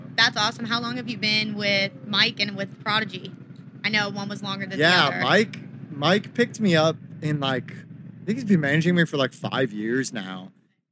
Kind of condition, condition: setting, busy venue